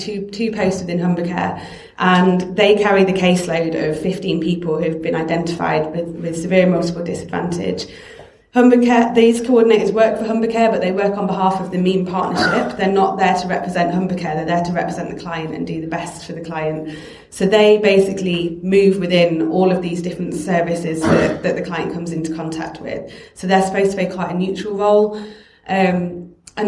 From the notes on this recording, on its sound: Recorded at the 'Help Through Crisis Event', organised by Hull and East Riding CAB, April 2018.